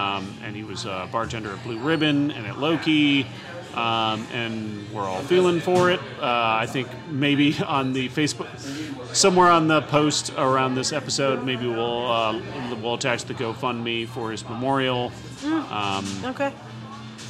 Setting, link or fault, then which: setting, busy venue